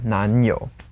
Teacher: there's no tone change here because 男, second tone